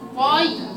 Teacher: فيها اطباق وفيها حبس الصوت في الطاء قويه شديده